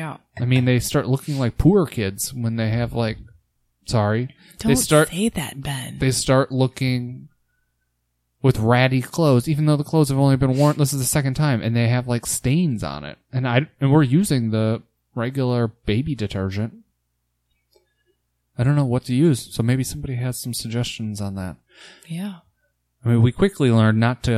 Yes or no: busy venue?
no